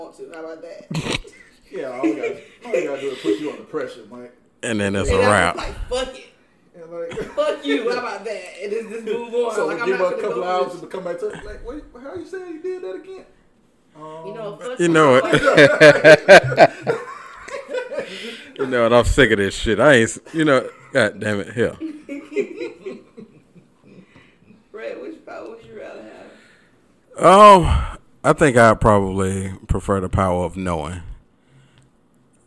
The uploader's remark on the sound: in the mist of our technical difficulties